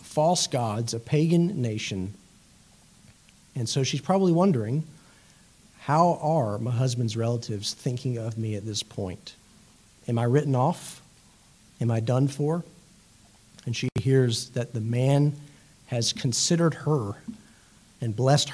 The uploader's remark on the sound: It was preached at Ortega Presbyterian Church in Jacksonville Florida.